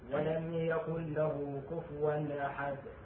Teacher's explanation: ماكو قلقلة، ماكو غنة، تطلع نون صافية